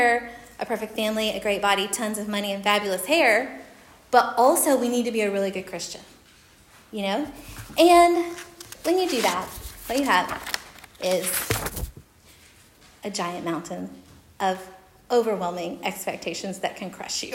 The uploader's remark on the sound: Recorded at Union Church.